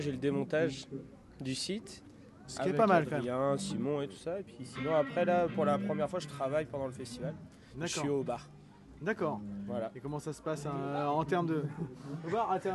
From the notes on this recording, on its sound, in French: L'EntrePod s'est installé au Houppstock pour vous faire vivre le festival.